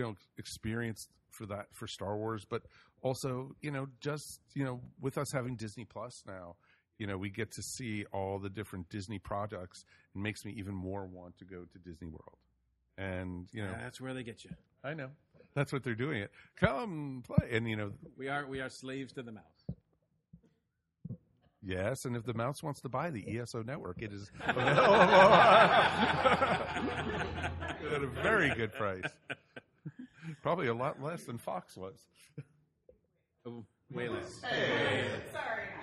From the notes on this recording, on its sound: Recorded live at Infinite Realities inTucker, GA! Whether you were there in person, joined us via FB Live, or just in spirit.